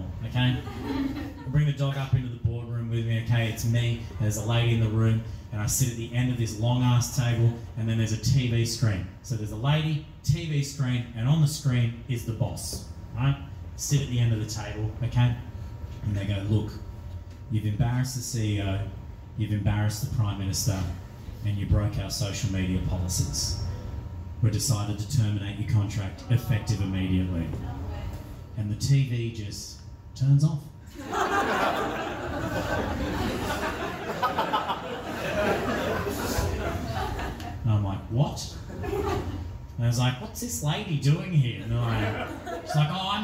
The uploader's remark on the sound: This was record as part of my live show Backfired earlier this year.